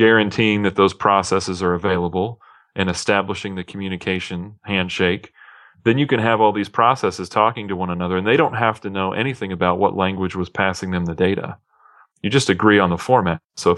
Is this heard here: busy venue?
no